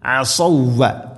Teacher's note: عصوا عين صاد عين صاد مخرج ശ്രദ്ധിക്കണം عصوا عين തൊണ്ടയുടെ മധ്യഭാഗം صاد ഇസ്തിഅലാ അക്ഷരം സ്വരഭാരത്തിൽ ഉച്ചരിക്കണം